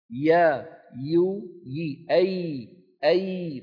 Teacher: من وسط اللسان مع وسط الحنك الأعلى. ولاحظوا بأنه ليس ثمة انقفال · Term: الياء غير المادية